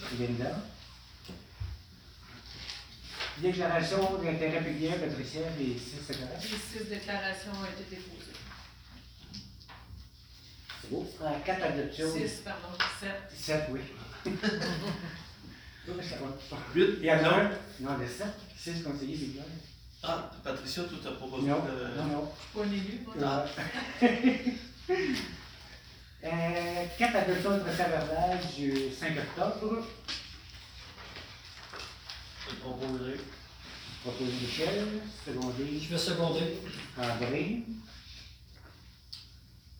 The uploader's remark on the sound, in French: Enregistrement de la séance du conseil municipal de Charette du 2 novembre 2020